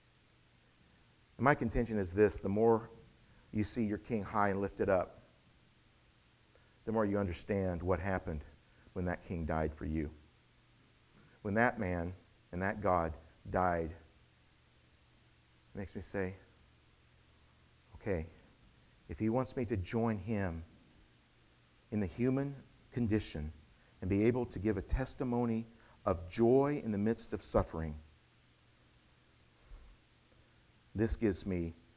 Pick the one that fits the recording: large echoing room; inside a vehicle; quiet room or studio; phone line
large echoing room